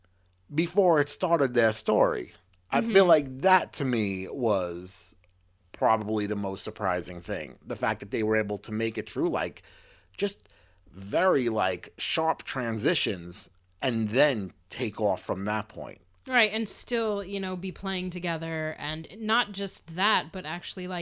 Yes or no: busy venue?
no